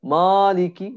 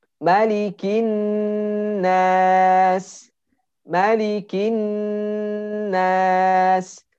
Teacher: Harus ditipiskan manya dan tidak dipanjangkan ya. · Shown in: second take